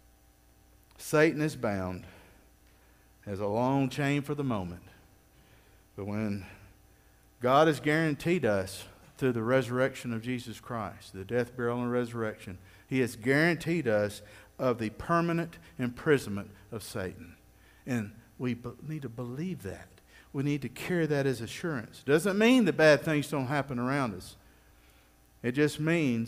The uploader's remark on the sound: Recorded live at Freedom Fellowship Church in Tontitown, Arkansas.